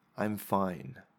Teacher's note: It goes down at the end. You're emphasizing or signaling to your listener that your response is a statement.